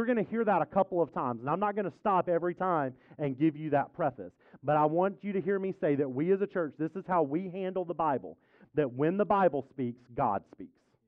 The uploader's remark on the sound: at Impact Church of Fredericksburg in Fredericksburg, VA.